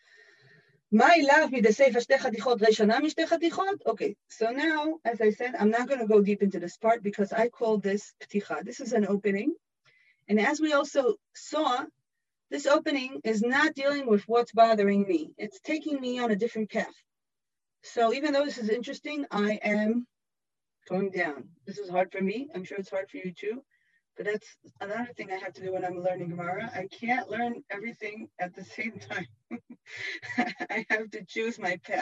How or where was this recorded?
video call